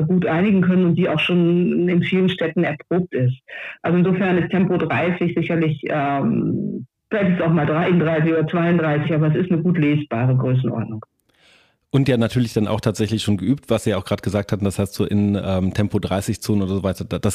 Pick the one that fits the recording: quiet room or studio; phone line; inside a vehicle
phone line